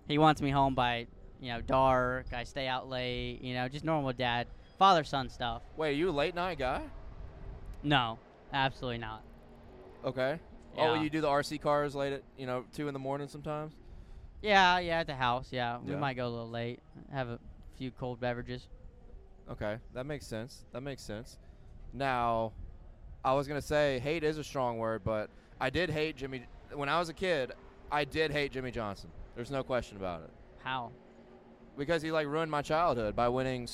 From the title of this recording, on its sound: LIVE In Daytona